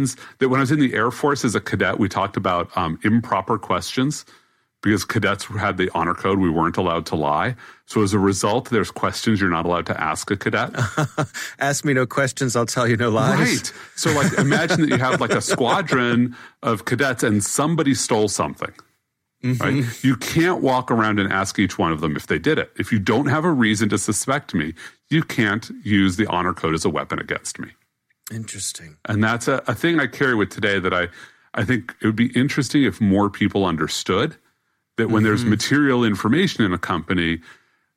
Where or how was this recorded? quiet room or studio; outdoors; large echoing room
quiet room or studio